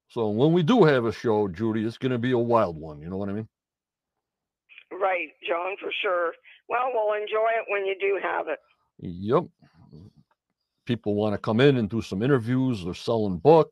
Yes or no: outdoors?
no